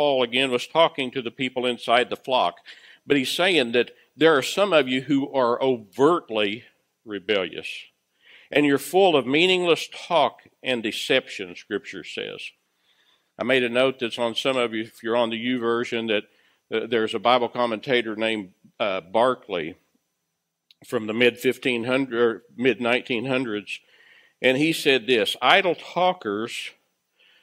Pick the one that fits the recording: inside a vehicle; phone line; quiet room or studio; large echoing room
large echoing room